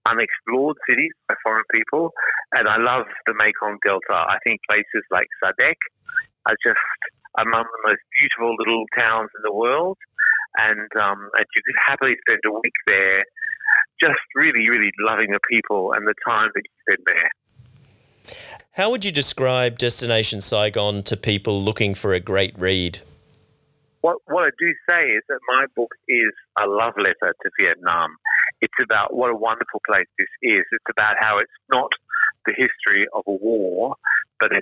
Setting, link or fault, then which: link, phone line